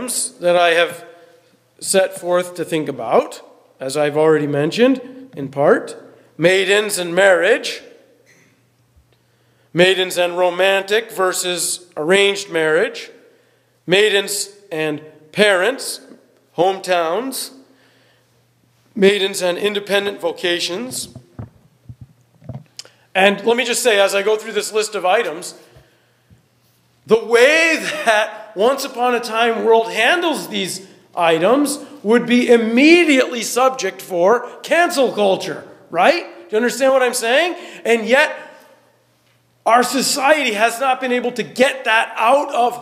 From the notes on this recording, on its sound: The sixth plenary talk from our conference, The Good Worth Fighting. The sixth plenary talk from our conference, The Good Worth Fighting.